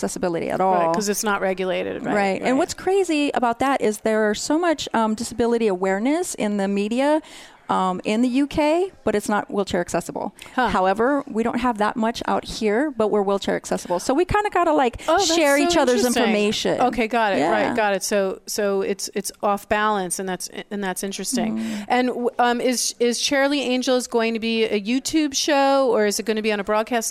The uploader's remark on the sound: We Broadcast Live form the Largest Women's conference in the USA! We will be live for 2 days bringing you all the event action, keynote speakers and VoiceAmerica hosts.